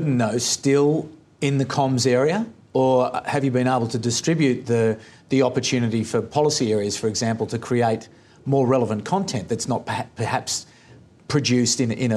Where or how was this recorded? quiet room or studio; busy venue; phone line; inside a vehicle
busy venue